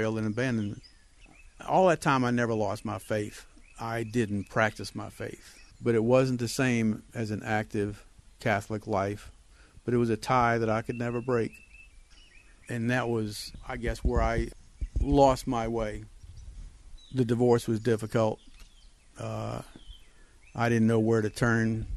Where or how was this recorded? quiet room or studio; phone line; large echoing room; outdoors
outdoors